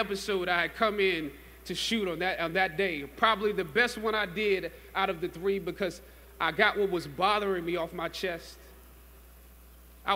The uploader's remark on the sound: during Howard University's 150th Commencement Ceremony on Saturday, May 12 in Washington, D.